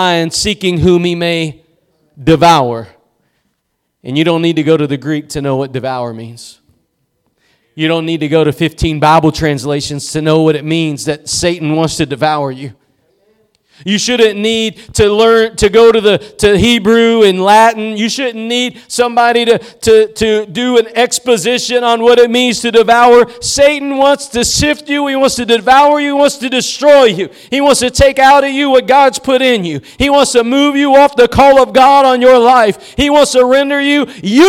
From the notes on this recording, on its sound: Preached at Gospel Lighthouse in Bossier City, La.